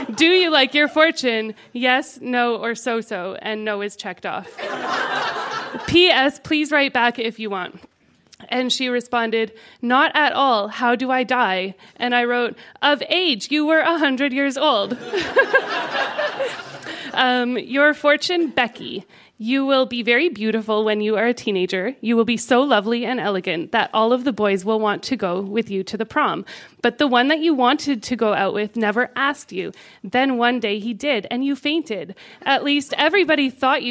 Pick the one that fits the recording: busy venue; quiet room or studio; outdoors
busy venue